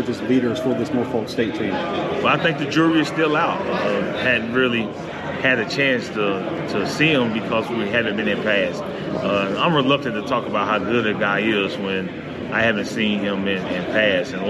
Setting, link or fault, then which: setting, busy venue